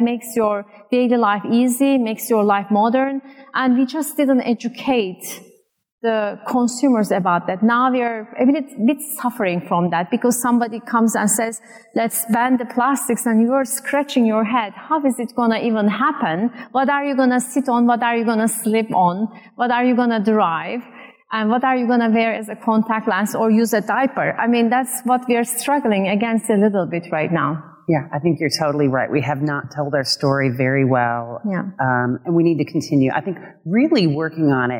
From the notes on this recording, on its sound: LIVE from AFPM IPC 2023. Previously recorded at the AFPM IPC.